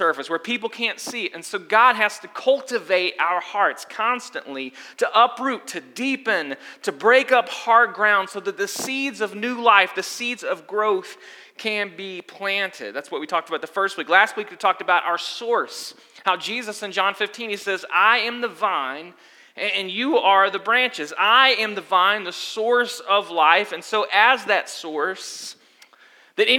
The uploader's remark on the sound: Sunday Gathering Audio From Restoration Church